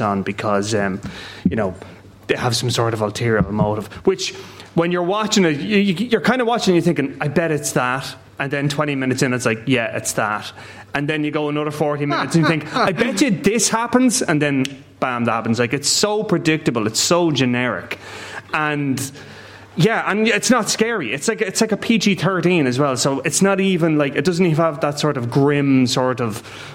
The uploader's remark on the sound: Movies and Booze: LIVE from Newpark Hotel. LIVE from Newpark Hotel in Kilkenny.